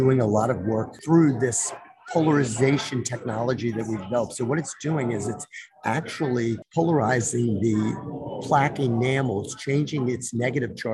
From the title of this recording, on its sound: live from thINc360 in Baltimore